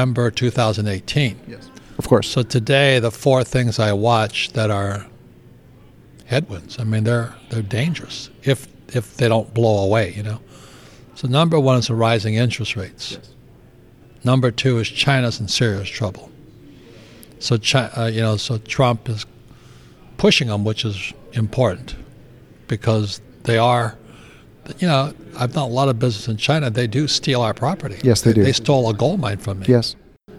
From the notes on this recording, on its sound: This conversation with him was recorded in person at the New Orleans Investment Conference.